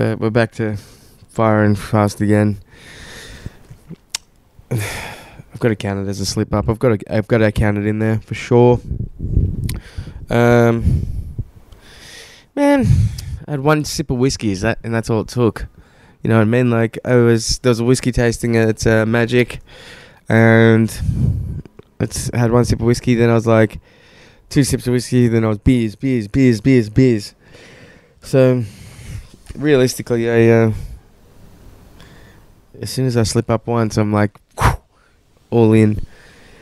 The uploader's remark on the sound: Recorded outside in the sun shirtless, I get attacked by a wasp mid-pod.